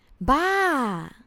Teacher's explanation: the word it's crazy in Thai is ba, with a falling tone.